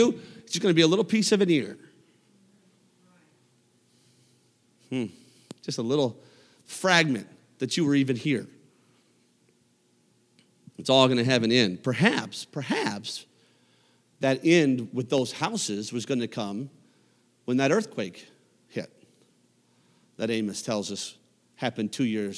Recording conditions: large echoing room